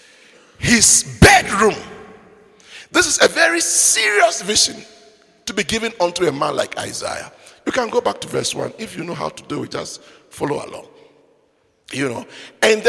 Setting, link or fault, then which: setting, large echoing room